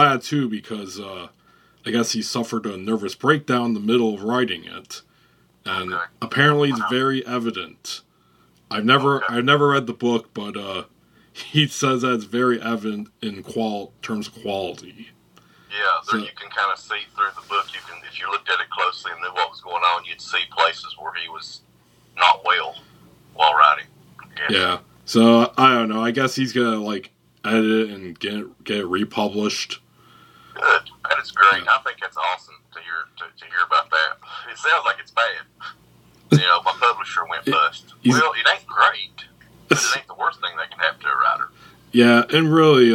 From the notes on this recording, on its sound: Calls in to Kentucky. Recorded via phone in Grand Rapids, Michigan, and Kentucky, on Saturday, September 18th, 2021.